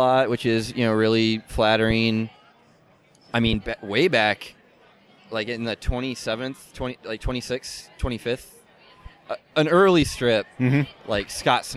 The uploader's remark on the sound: Interviews from Boston Comic Con 2013